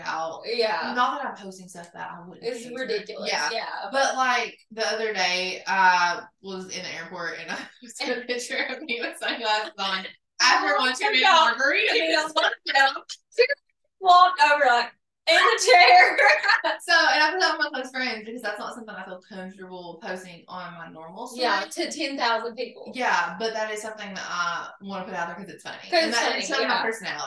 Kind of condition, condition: fault, poor microphone